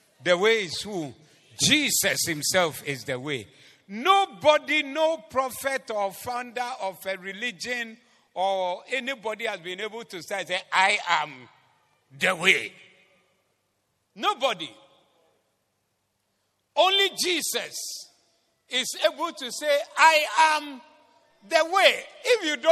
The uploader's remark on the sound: Preached at the Zeloo Service (The Way-Swollen Service)